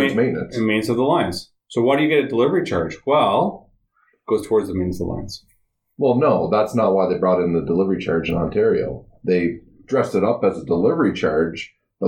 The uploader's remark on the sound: Apologies for the poor sound quality, we're still working out the kinks.